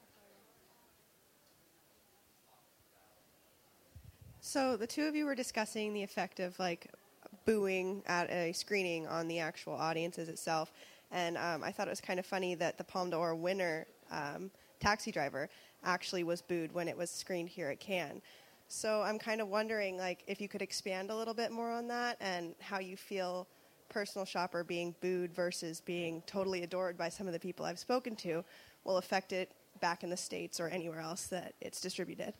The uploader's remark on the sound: Record this week's episode in front of a live audience at the 2016 Cannes Film Festival.